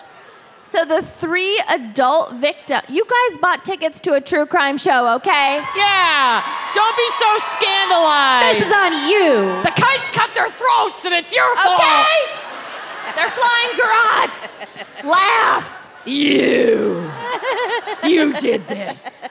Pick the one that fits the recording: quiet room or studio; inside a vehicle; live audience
live audience